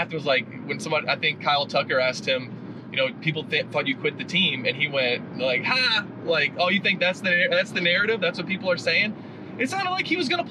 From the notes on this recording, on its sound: recorded on their way back from Greensboro, North Carolina